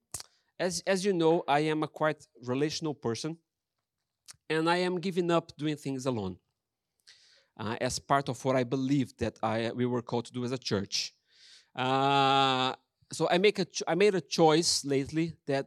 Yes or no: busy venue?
no